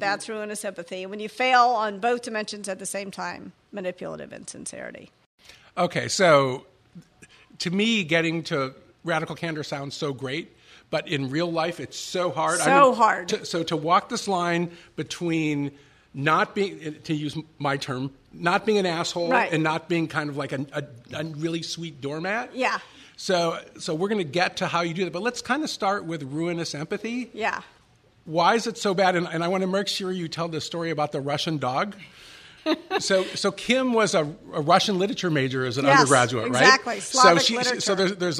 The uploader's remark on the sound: Before a live audience in San Francisco.